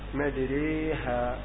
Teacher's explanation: والراء الممالة مرققة قولا واحدا أيضا